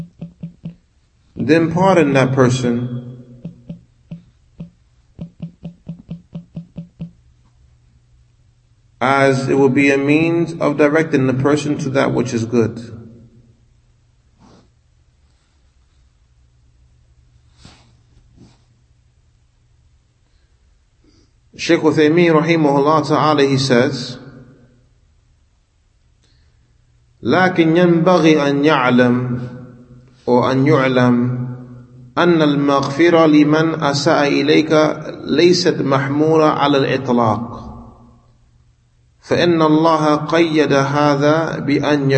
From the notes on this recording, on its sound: Talk after Fajr given at Masjid Nur Allah, Queens, NY